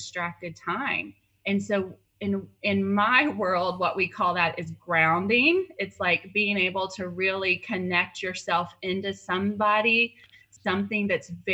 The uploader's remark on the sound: We do apologize for some of the pixelated sound. A thunderstorm was going through during the time of our recording and the recording pixelated during some parts of the conversation.